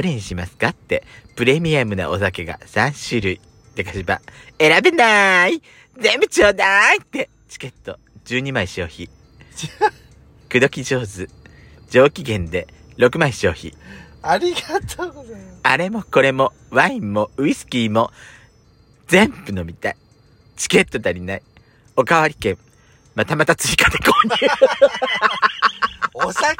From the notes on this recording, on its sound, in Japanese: パーキング収録。